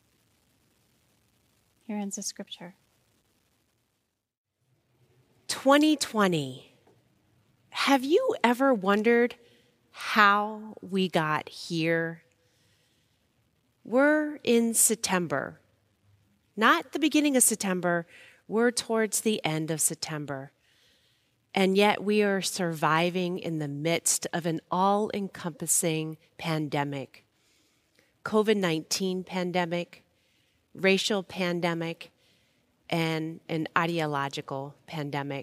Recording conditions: large echoing room